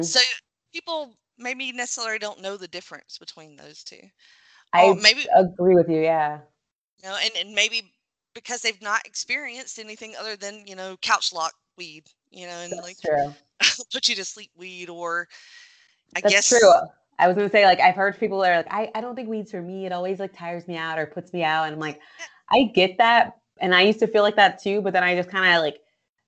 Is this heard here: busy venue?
no